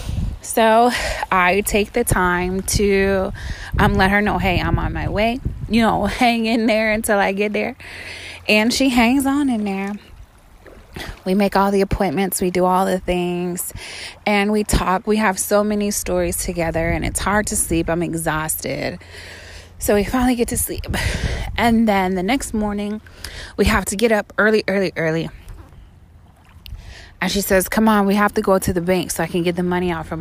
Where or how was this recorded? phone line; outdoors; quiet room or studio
outdoors